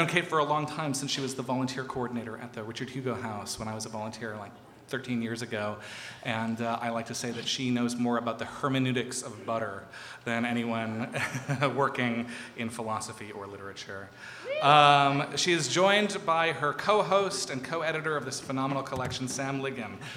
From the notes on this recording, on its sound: They’re on the road with readings accompanied by, yes, whiskey and pie. We caught their Town Hall Seattle show at Washington Hall on November 15.